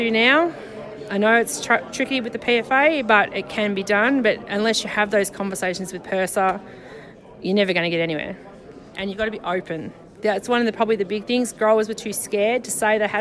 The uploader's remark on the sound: This interview was recorded at a fruit fly forum held in the Riverland in 2018.